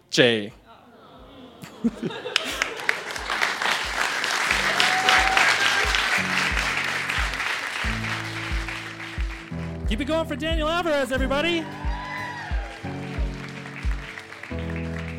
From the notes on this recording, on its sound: told this story live on 17 January 2018 at Buntport Theater in Denver, Colorado